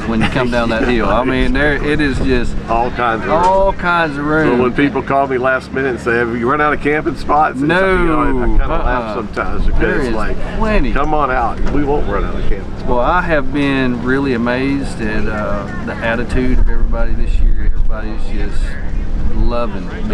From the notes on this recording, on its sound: LIVE from the Side by Side at Rendezvous in the Ozarks 23